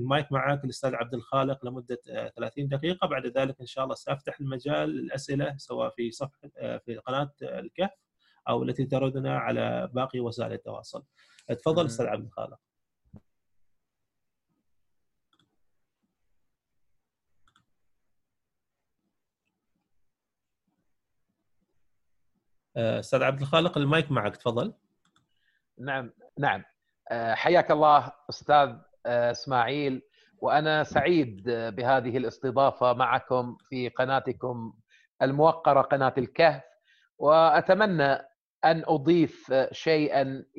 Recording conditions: video call